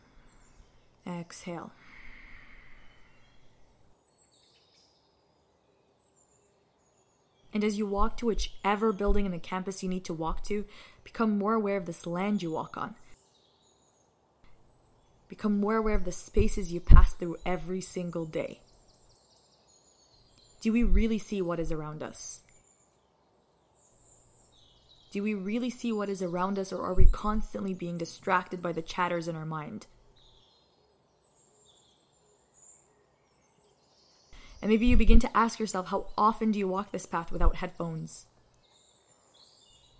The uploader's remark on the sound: A Sound Walk Around McGill Campus. Takes you on a sound walk throughout McGill campus starting from the Roddick Gates.